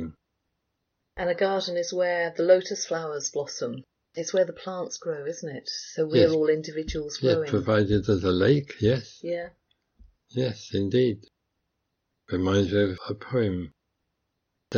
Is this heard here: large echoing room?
no